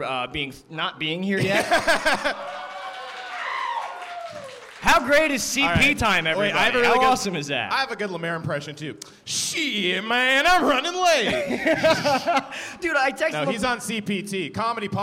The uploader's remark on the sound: LIVE from the Ottobar